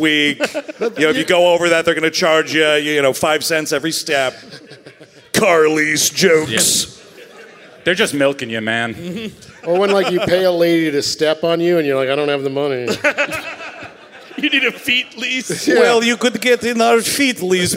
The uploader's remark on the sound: Recorded live at City Winery, November 21, 2021, in Nashville, TN